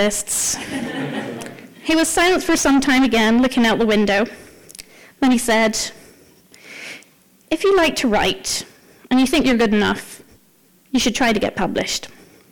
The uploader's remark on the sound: Tenx9 is a live storytelling event where nine people have up to ten minutes each to tell a true story from their own life on a particular theme.